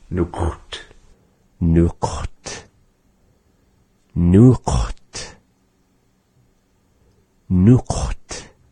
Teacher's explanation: the word kut is having no vowels, no vowels in between at all